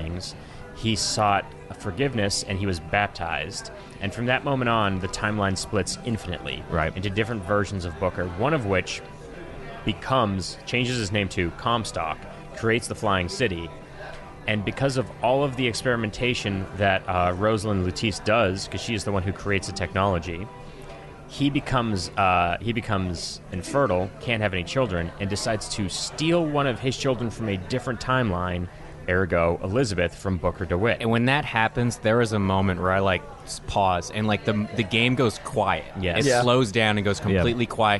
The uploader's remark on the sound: recorded in the heart of downtown Austin during the ATX festival